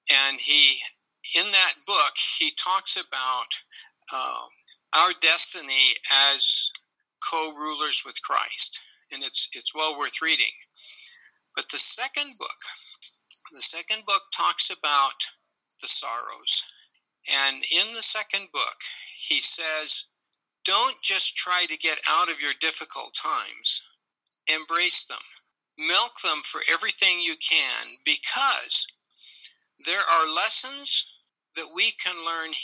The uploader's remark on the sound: This was Zoom meeting #21